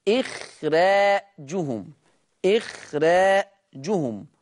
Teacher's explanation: قرأ ورش بترقيق الراء في إخراجهم